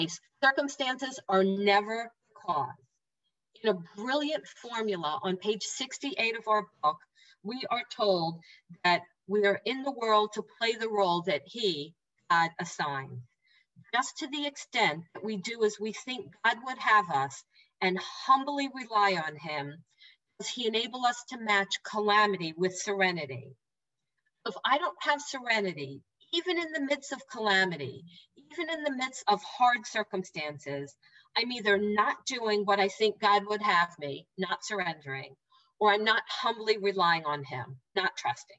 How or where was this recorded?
video call